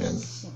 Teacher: the T-I here is almost like a sh sound